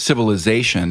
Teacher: Like the word civilization has two stresses in English. The strongest stress is on the A vowel, but it has a secondary stress on the first syllable